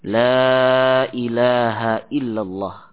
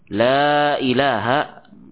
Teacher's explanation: Sebagian para ulama mengatakan bahwasanya la ilaha dipanjangkan lebih dari dua harokat.